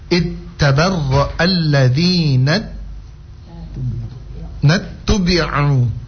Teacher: Ain itu disempitkan tenggorokannya, ya. Tenggorokan tengah. · Term: huruf ain